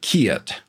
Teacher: the vowels tend to become diphthongs, which means the 2 vowels run together, and that's what gives it that drawling quality. So instead of kit, you'll often hear kiet, which is like kiet, two vowels, e and I going together.